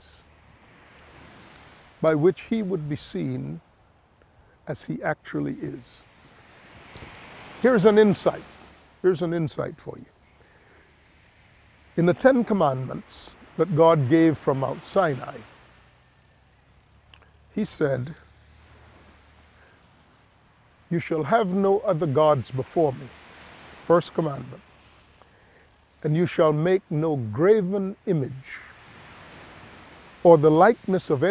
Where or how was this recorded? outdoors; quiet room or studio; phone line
outdoors